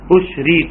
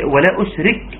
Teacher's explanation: همس الكاف عند الوقف